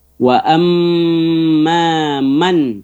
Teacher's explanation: jadi mim tasdid lagi ditahan gunnah, ditahan dua harokat.